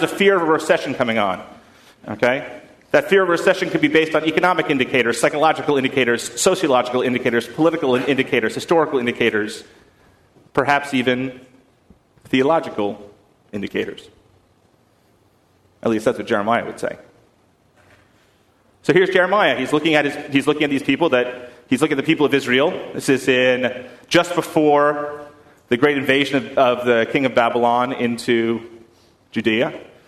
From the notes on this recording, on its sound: at First Congregational Church of Houston on September 15, 2019.